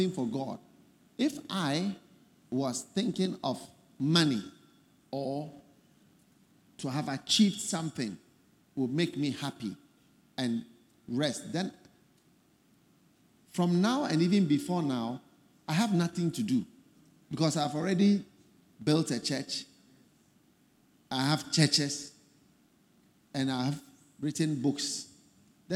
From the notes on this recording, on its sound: Preached At The First Love Centre, Accra